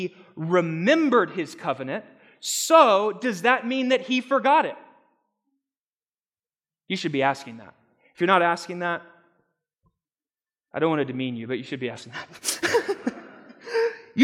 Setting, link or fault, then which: setting, live audience